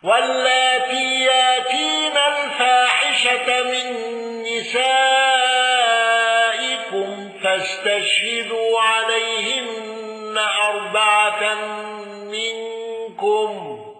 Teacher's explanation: الأزرق بإبدال الهمز والإشباع